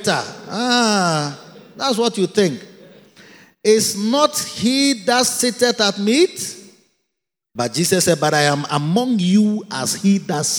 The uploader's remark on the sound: Preached at the Riverside Atmosphere Service - The Makarios Cathedral, HQ